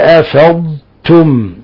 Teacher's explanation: نظهر ونفصل بين الضاد اللي هي حرف استعلاء وحرف يعني مفخم، وبين التاء التي هي حرف مرقق حرف استيفال